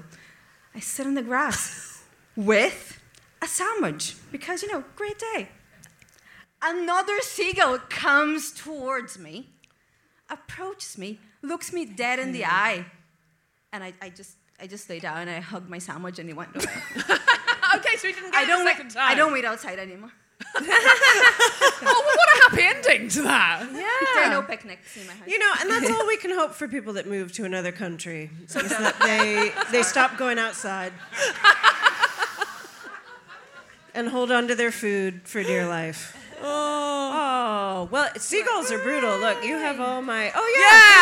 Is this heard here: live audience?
yes